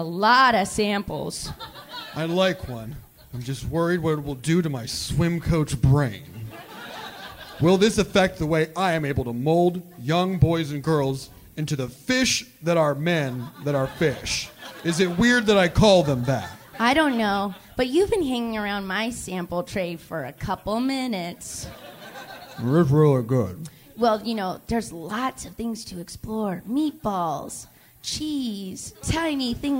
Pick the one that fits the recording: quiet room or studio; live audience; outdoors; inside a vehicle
live audience